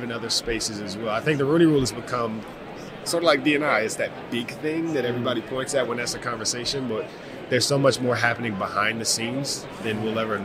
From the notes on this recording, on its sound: From Radio Row at the Super Bowl